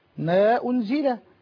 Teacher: المد المنفصل يجوز فيه القصر حركتين